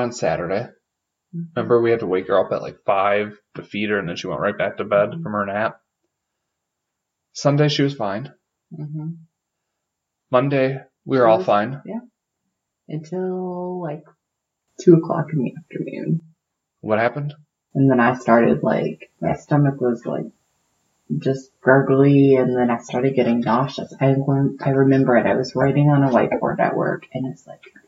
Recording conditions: poor sound quality